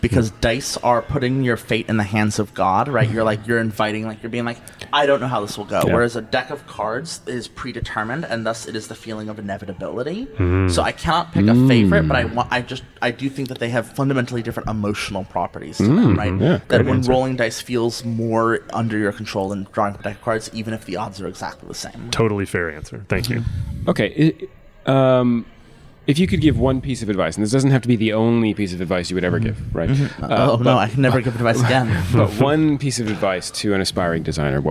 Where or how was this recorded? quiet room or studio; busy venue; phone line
busy venue